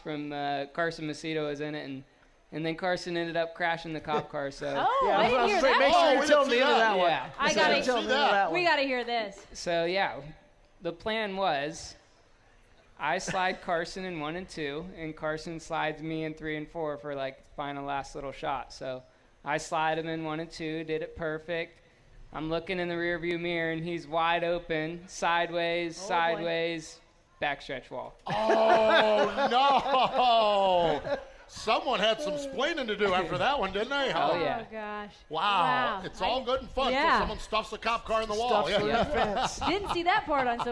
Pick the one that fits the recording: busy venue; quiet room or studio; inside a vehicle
busy venue